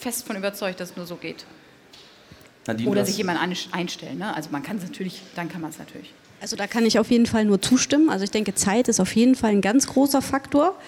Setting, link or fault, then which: setting, busy venue